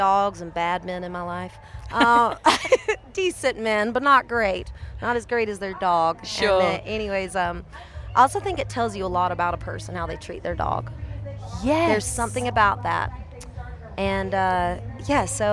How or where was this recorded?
busy venue